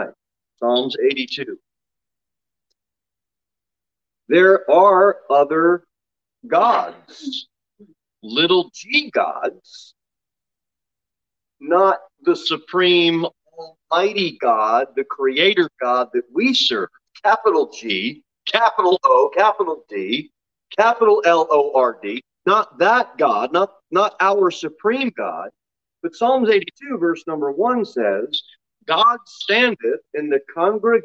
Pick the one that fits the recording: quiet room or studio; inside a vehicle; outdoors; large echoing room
large echoing room